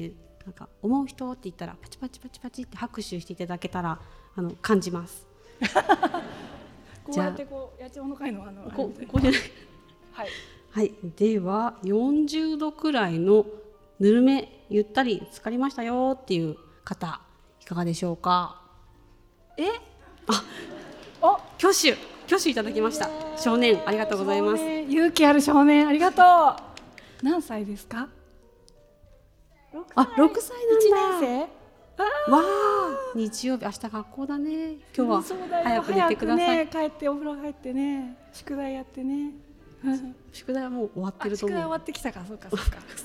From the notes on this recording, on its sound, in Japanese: 本日は公開収録イベントの模様をお届け。20代思い出の地、青山で。